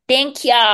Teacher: She's got like this vocal fry going on.